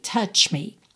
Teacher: Tem que ter esse tch antes de mudar pro me.